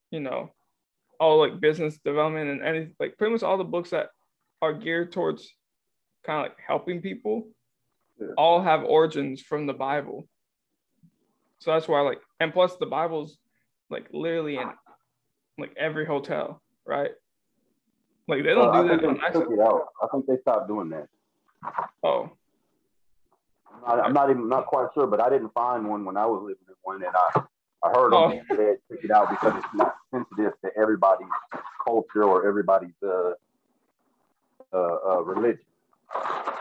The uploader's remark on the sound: through the power of Zoom